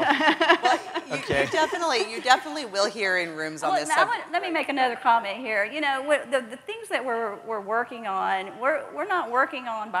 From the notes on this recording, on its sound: The best of live interviews from GreenBiz events.